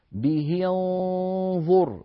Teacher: بهاء مكسورة بعدها نون مخفاة ثم ظاء